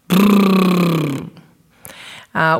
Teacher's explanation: Raspberry 2 is the same sound, but now made voiced. So it is a bilabial voiced raspberry